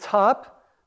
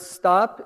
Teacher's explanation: So in a word top, the T is aspirated, like the K in cat. In the word stop, it's not aspirated. There's no puff of air because of the S · Shown in: second take